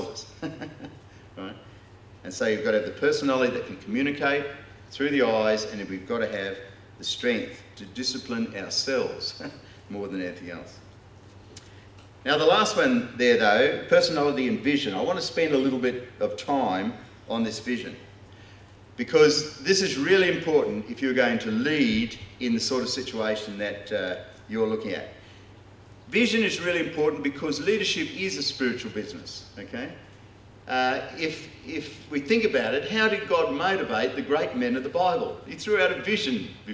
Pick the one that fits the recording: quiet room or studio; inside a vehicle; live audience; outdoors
live audience